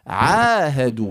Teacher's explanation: ينبغي أن يكون الفم مفتوحا لا جانحا نحو الكسر · Term: حرف العين